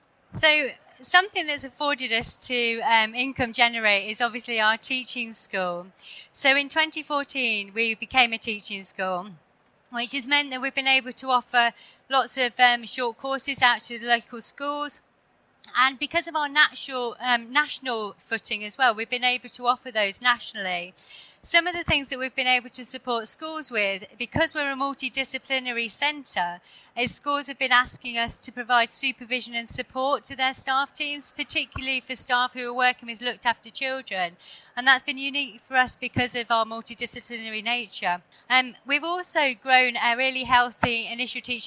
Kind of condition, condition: setting, busy venue